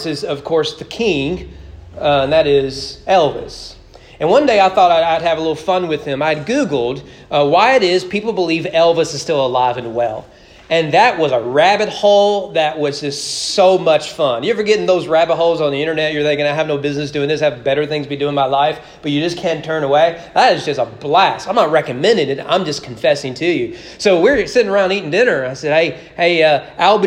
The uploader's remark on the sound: Sermon preached at East Frankfort Baptist Church on June 12, 2022 during morning worship.